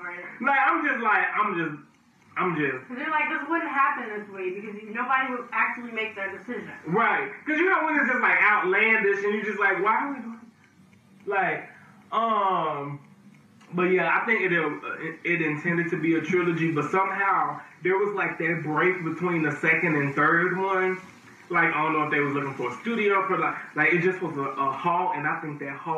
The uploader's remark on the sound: AUDIO MAY SOUND DIFFERENT ON THIS EPISODE.